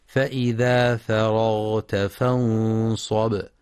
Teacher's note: لترقيق الفاء والراء، فلا يقرأ فرغت بتفخيمهما لمجاورتهما الغين